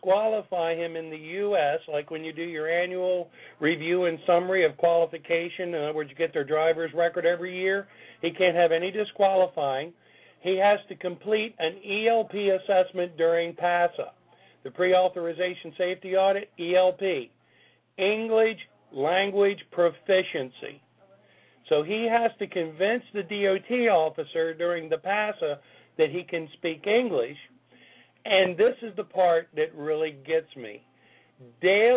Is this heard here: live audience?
no